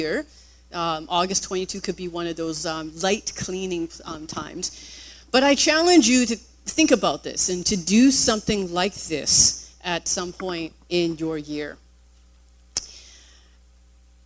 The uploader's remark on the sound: Recorded on August 20, 2017 at THRIVE Church Richmond, Canada